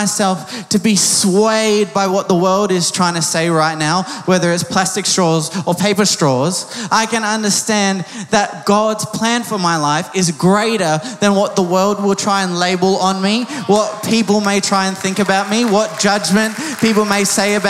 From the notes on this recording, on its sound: Recorded live at Planetshakers Church (Melbourne)